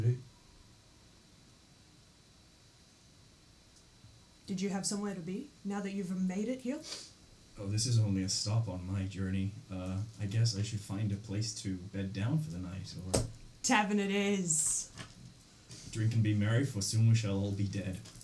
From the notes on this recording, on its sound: Please be wary of the audio shifts intermittently throughout the episode, we had audio interference and salvaged what we could!